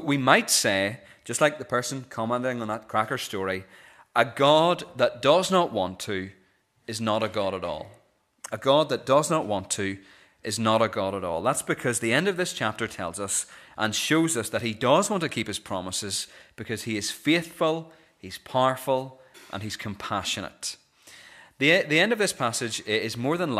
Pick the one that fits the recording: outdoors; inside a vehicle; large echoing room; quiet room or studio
large echoing room